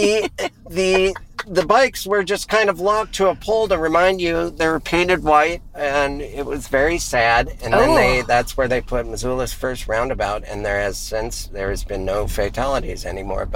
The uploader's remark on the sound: back in the car!